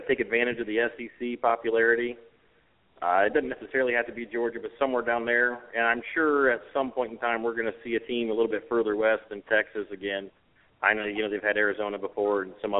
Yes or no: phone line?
yes